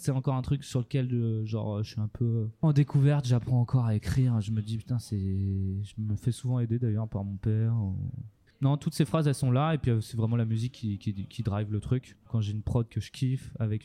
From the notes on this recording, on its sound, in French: Épisode réalisé lors du festival Campulsations 2023. Interview en collaboration avec Radio Campus Bordeaux.